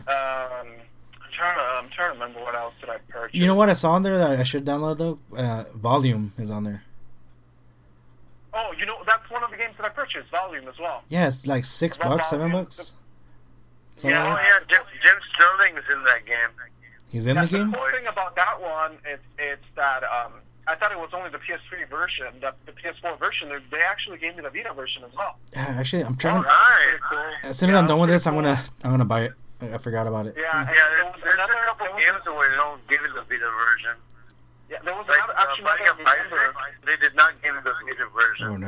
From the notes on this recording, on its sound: The audio is a bit weird since we were in a 3 way call